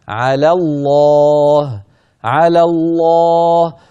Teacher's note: تنتقل من لام على المرققة إلى لام لفظ الجلالة المشددة المفخمة · Term: من لام مرققة إلى لام مفخمة